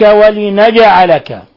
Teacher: لابد من إظهار القلقلة في الجيم لأنها من حروف قطب جد ولأنها ساكنة · Term: قلقلة الجيم